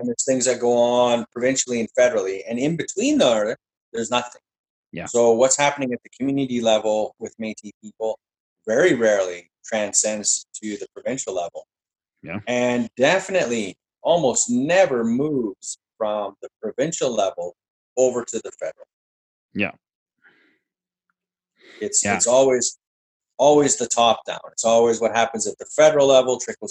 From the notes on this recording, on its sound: In our first ever zoom podcast